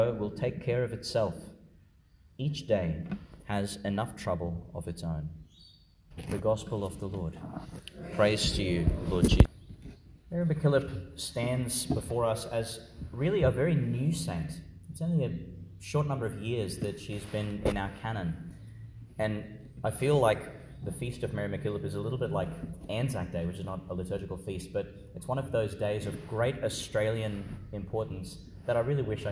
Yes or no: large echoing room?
yes